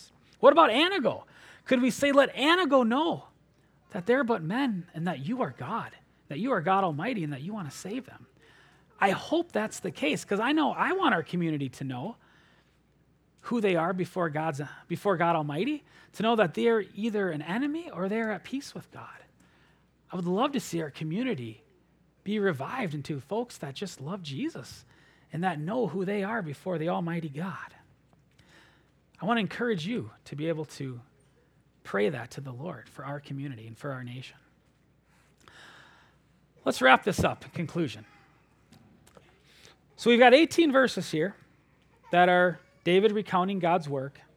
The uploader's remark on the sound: at Springbrook Church in Antigo, WI.